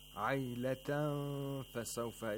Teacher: Aylatan fasawfa is ikhfa of noon sakina, where we don't pronounce the noon sakina completely, rather we pronounce it partially